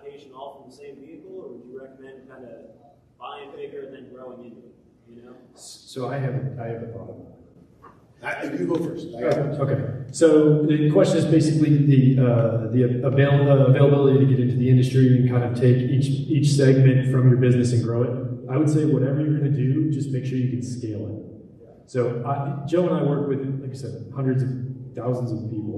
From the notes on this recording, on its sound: Live from TCI EXPO 2023! On the main stage in St.